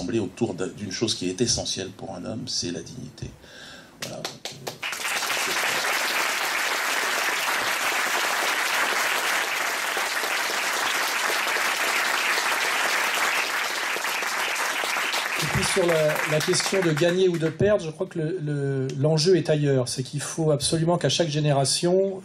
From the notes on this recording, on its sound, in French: Une conférence commune au théâtre de la Main d’Or à Paris, dans le cadre de la journée « Je ne suis pas Charlie ». ERTV et Quenel+ étaient sur place !